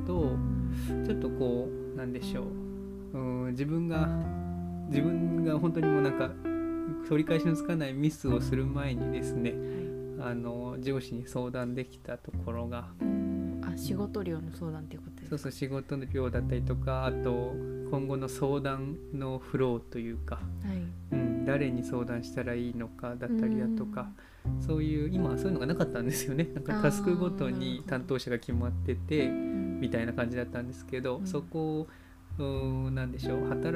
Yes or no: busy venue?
no